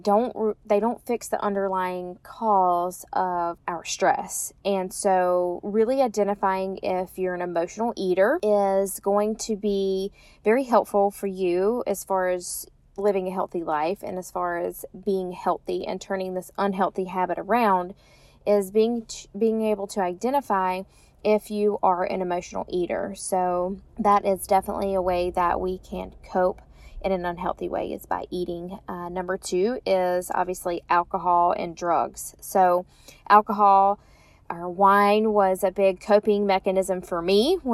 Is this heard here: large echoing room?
no